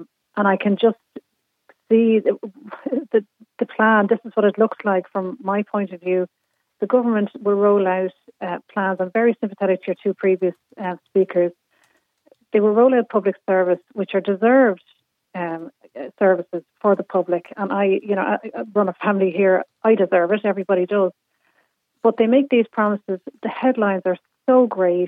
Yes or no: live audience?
no